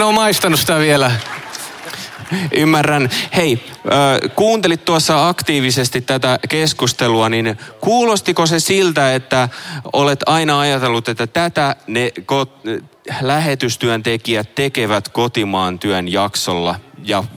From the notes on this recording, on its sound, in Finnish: Kansanlähetyspäivillä 2023 yleisön edessä äänitetty jakso.